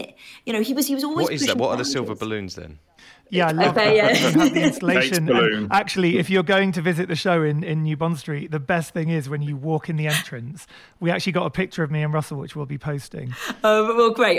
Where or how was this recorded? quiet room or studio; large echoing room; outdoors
quiet room or studio